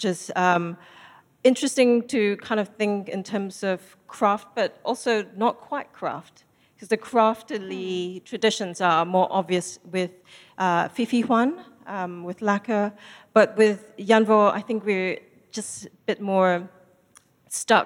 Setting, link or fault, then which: setting, live audience